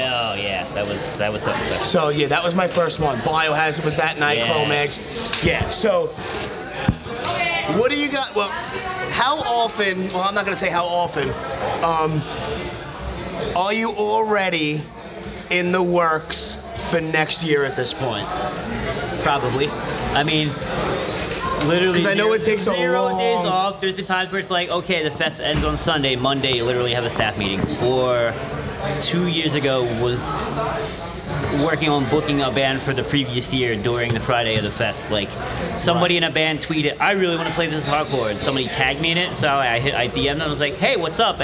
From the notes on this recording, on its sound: Live from This Is Hardcore 2019.